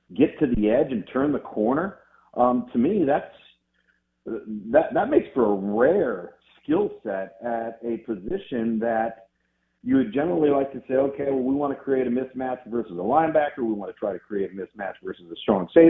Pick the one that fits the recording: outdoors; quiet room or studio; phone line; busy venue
phone line